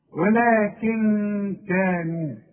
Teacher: أغن وأخفي لأن الكاف من حروف الإخفاء